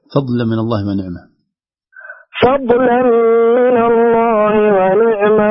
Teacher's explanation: وانتبه للضاد لا تقلقل منك